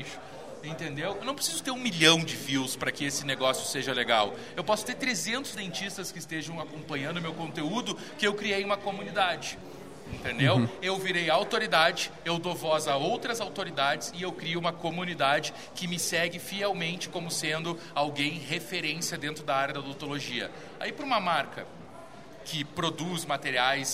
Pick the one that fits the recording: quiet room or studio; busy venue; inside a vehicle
busy venue